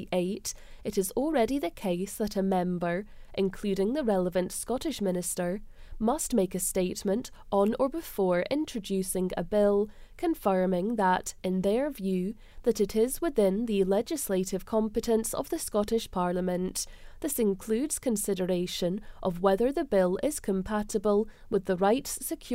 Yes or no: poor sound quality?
no